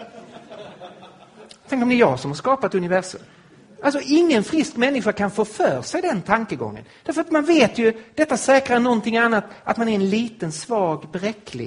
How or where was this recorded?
live audience